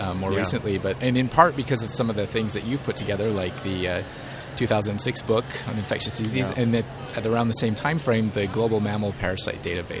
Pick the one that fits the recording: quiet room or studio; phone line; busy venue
busy venue